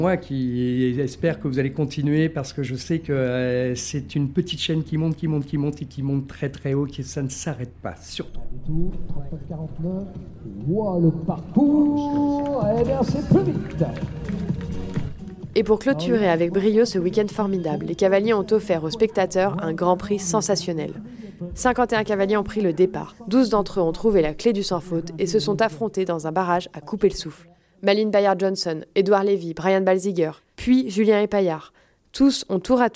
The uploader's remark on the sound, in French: À la découverte de l'Hubside Jumping de Grimaud. Je vous emmène vivre grâce à la magie de l’audio ce week-end de compétitions 3.